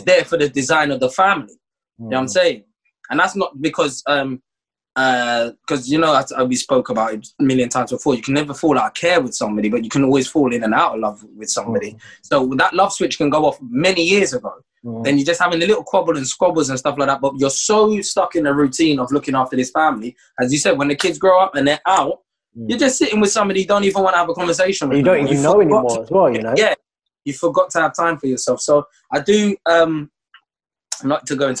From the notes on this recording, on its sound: Filmed over Zoom